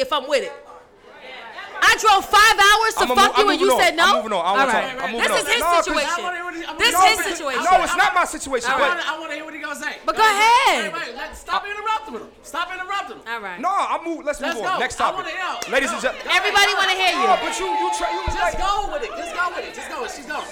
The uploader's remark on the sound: Live From Los Angeles. I would like to thank everyone who came out to see the live podcast in Los Angeles.